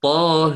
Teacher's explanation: سيقرأ طه هي بالإمالة الكبرى